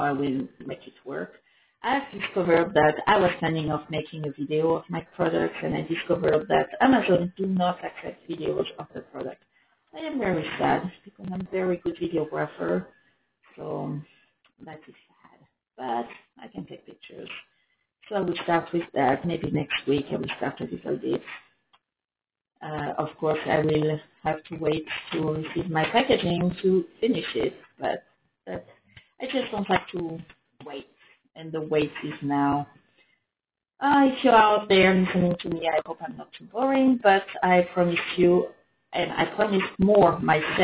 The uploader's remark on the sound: Sorry for the sound, this is horrible. To be honest I have no idea wihy the sound is sooooo bad !